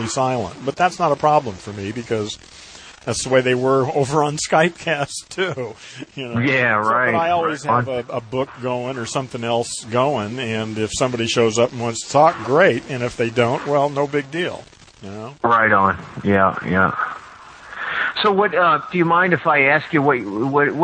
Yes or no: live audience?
no